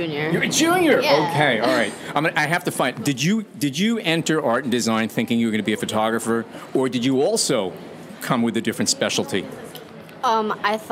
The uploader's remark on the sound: Under starry skies, we took our recorders and headphones to a collection of shipping containers in Brooklyn, known as Photoville 2018. Under starry skies, we took our recorders and headphones to a collection of shipping containers in Brooklyn, known as Photoville 2018.